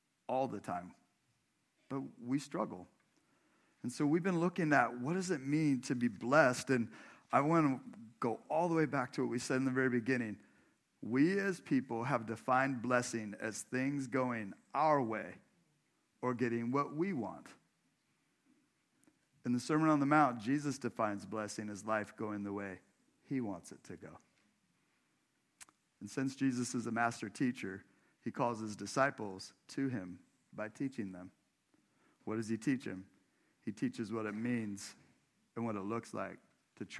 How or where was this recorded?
large echoing room